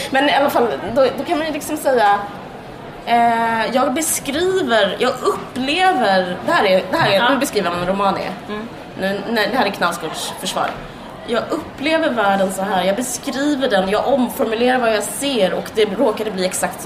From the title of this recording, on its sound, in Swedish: Live på Bokmässan